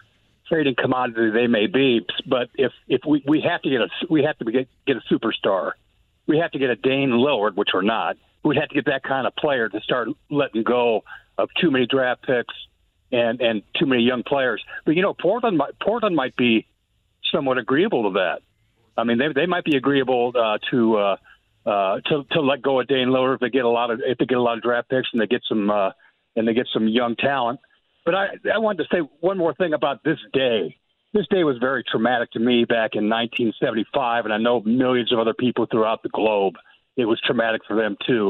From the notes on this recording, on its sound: opens the phone lines, and takes some calls from listeners!